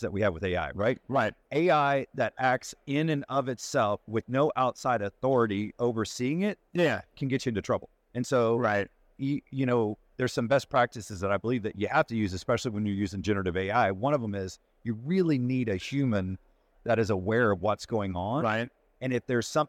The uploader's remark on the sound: "Live" from NADA 2024